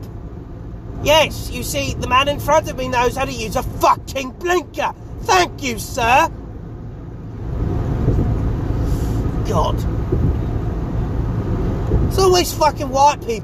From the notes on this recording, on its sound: here is an idiot screaming in the car